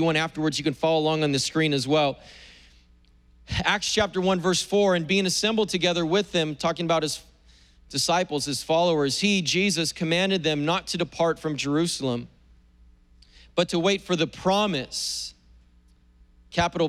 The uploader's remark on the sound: was preached on April 25th at the 10AM service.